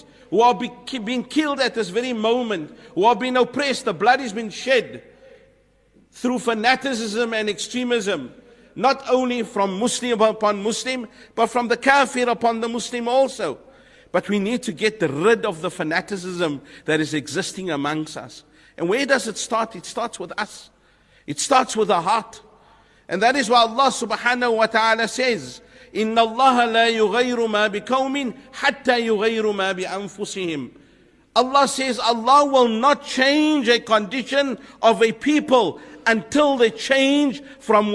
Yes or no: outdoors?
no